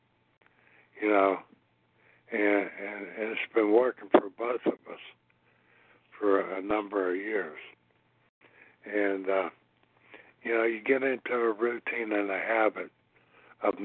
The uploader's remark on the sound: from the 100 Pounders Phone Meeting, 10/28/23